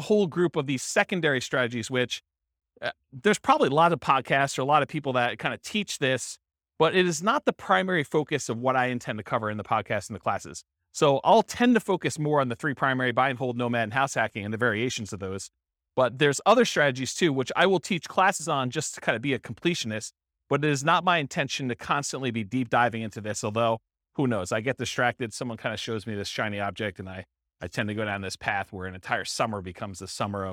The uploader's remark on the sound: This was a live class recorded